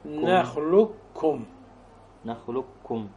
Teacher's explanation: بدون أي أثر لتفخيم القافي · Term: إدغام المحض